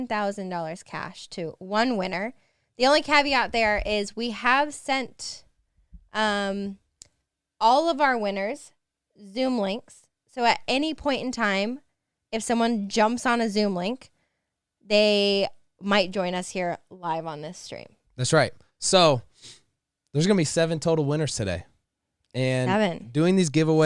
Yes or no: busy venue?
no